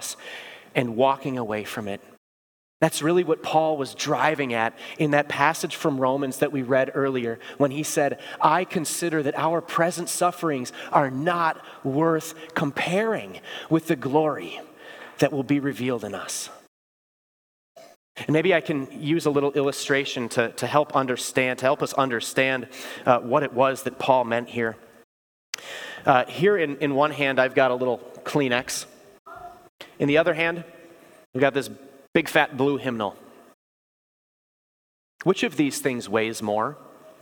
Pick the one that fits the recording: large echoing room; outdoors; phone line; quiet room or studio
large echoing room